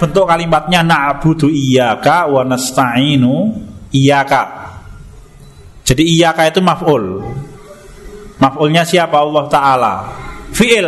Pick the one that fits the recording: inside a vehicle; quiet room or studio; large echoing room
large echoing room